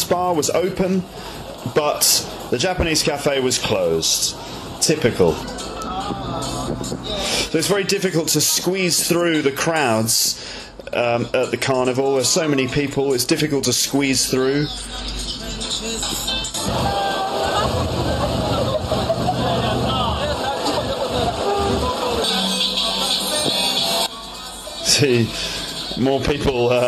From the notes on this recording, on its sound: the audio track from a video I did in 2009 at the Notting Hill Carnival